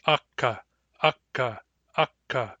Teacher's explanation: when you make a K sound, you very briefly stop the flow of air. There's a very brief moment of silence. If you listen to a K between vowels, you will hear that moment of silence. · Term: plosive